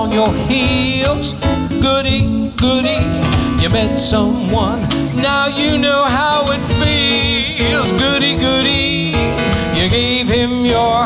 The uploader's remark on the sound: Live at the SouthPoint Casino.